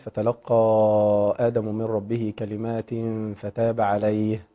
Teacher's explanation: فنراعي الهمس في حرف الهاء